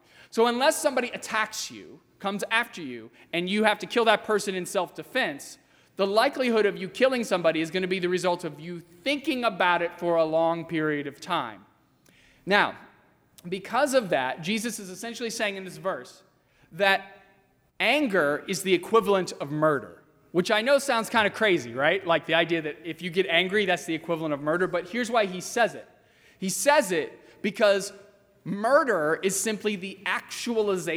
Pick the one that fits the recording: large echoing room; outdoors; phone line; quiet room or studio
large echoing room